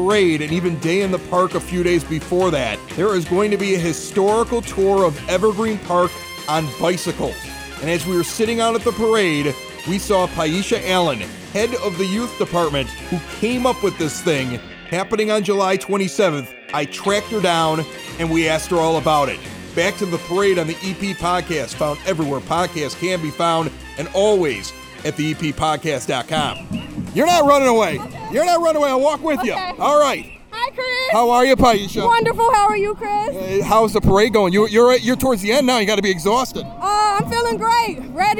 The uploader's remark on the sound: Recorded at this year's Evergreen Park Independence Day Parade! The Evergreen Park Community High School Marching Band.